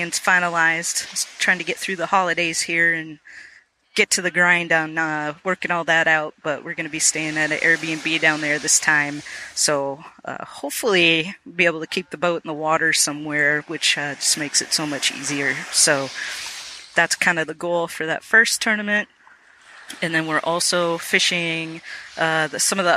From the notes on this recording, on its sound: As I was sitting on the beach.